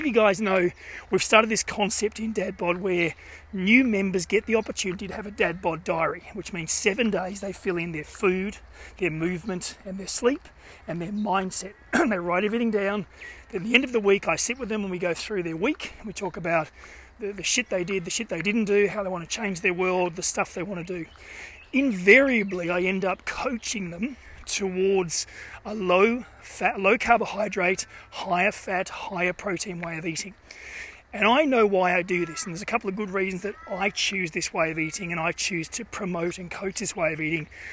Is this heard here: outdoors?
yes